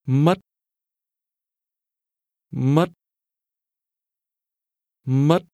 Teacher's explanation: This is pronounced with a high rising tone.